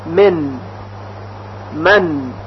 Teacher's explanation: اظهار نون ساکن یا تنوین وقتی است که طرف اللسان یعنی سر زبان به لثه دندانهای ثنایای بالا برخورد کنه و صدای نون به وضوح شنیده بشه، البته بدون غنه اضافی